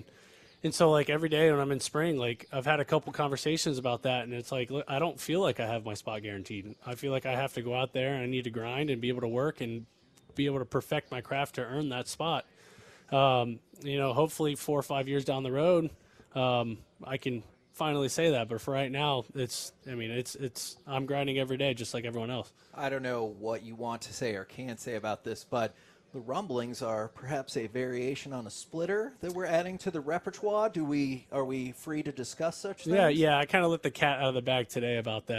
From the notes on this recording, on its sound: live from spring training in Surprise